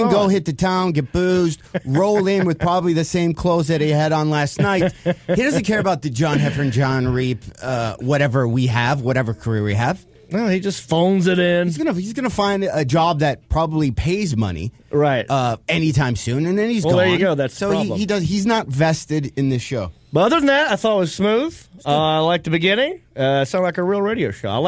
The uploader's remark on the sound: Then they take two phone calls.